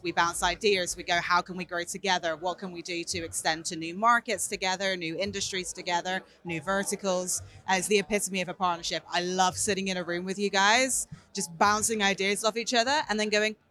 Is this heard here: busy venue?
yes